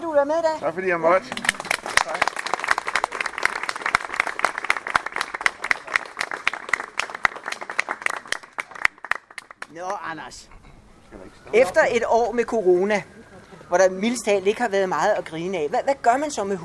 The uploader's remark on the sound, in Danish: Sådan gik det til festivalafslutningen hos Dansk PEN på Christianshavn. Live-optagelsen fra festivalafslutningen i gårdhaven ved Dansk PEN på Christianshavn.